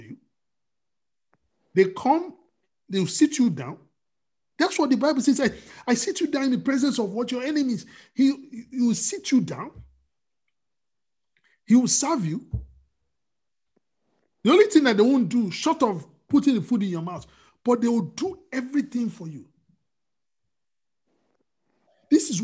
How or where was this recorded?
video call